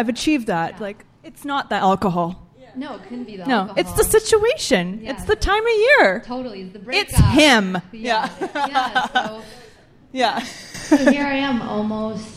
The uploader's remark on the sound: This episode features a fabulous panel of booze free women from our first live podcast event.